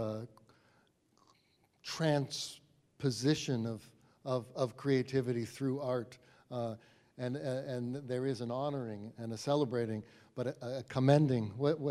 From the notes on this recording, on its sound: This episode was recorded before a live audience at the New Bedford Whaling Museum during their annual Moby-Dick Marathon.